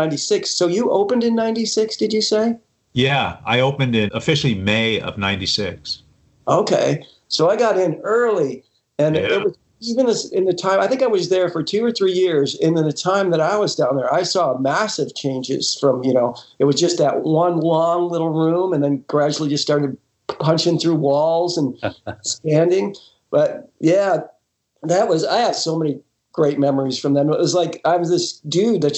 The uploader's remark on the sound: remote Skype